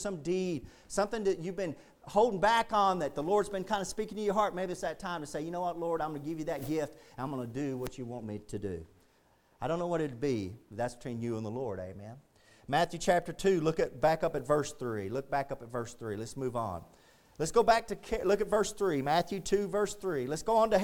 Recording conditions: large echoing room